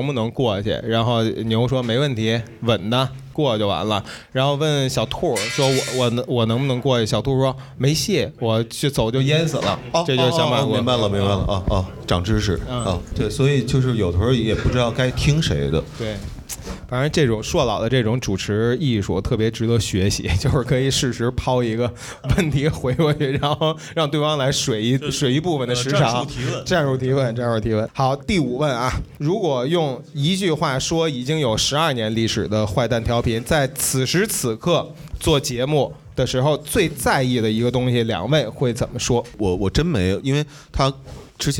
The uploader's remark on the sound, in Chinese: 我们在北京举办了 音乐·聚我们——首届「播客松」+西海之声7周年聚会 活动。经过修整剪辑过的现场录音内容。现场录音设备协力品牌：Focusrite、RODE 麦克风。